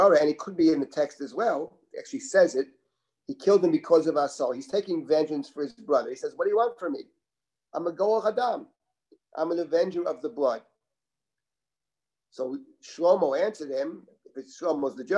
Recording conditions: video call